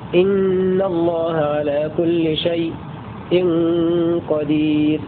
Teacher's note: يسكت خلف على الياء الساكنة في لفظ شيء وشيئا وصلا · Term: السكت